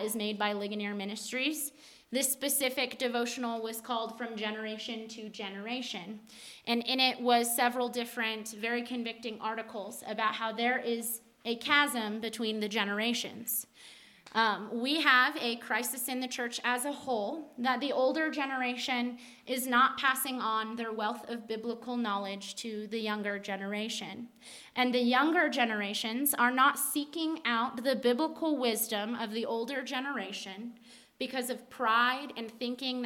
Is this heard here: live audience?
yes